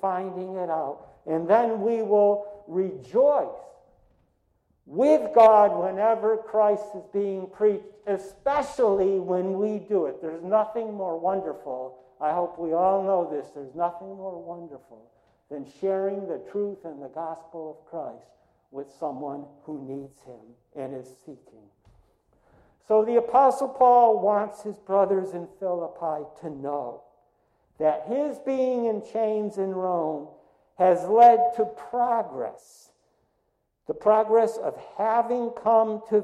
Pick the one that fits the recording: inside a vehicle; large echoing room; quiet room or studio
large echoing room